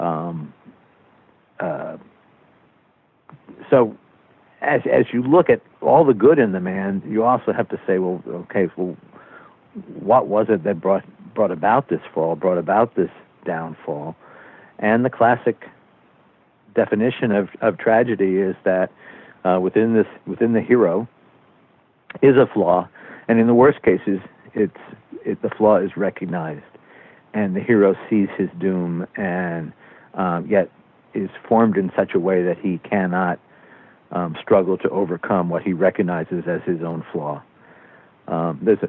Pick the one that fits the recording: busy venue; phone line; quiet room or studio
phone line